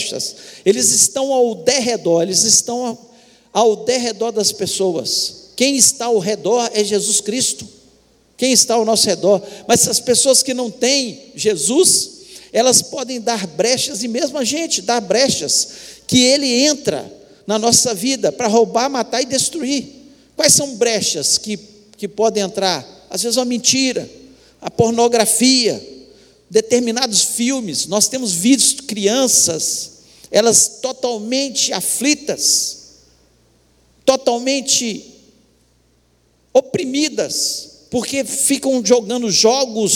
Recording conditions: large echoing room